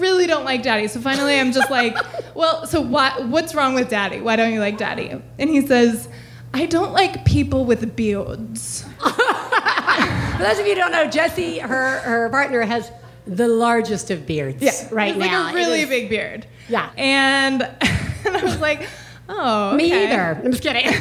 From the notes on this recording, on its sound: One Bad Mother is live from the Bootleg Theater in Los Angeles this week